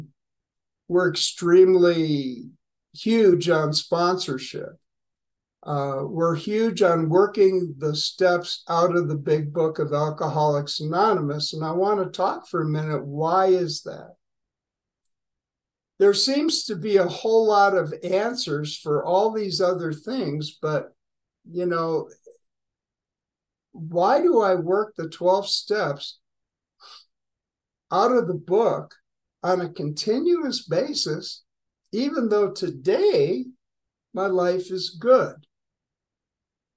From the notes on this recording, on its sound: Grace Group Zoom Meeting 9/13/2023. Grace Group Zoom Series in Hattiesburg, MS.